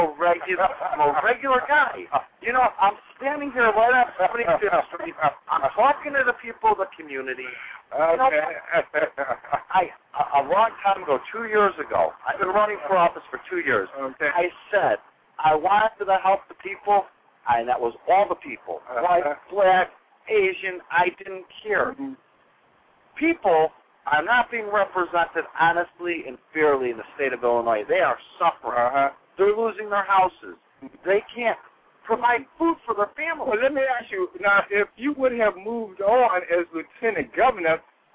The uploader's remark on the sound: "All Eyes on Chicago” as we broadcast "LIVE" from The Brown Sugar Bakery.